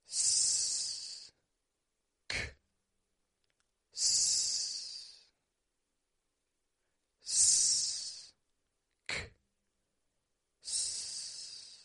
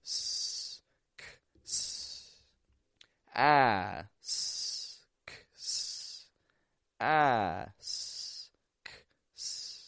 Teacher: You make an S, you stop the airflow. You make a K, K, and then you make another S, S.